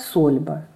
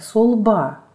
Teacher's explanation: Сейчас ее называют Сольба, мягко. Но на самом деле старинное название – Сольба, ударение на «а». · Shown in: second take